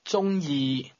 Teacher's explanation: pronounced with a high level tone followed by a mid level tone